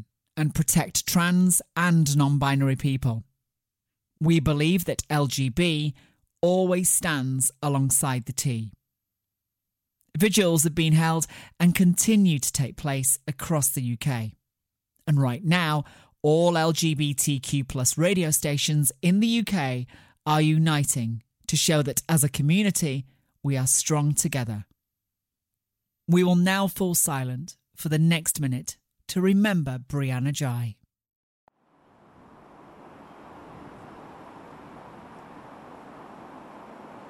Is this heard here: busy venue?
no